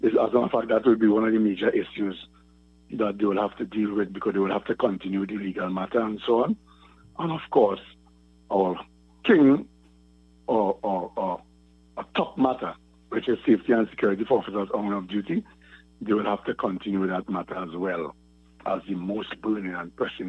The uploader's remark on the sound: During this hour we take calls from our audience